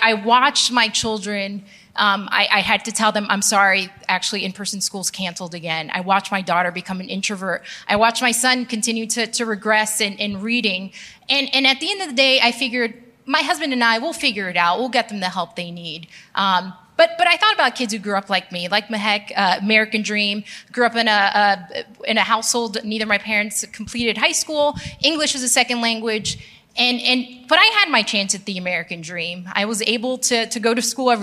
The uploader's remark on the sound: Panel at The Gathering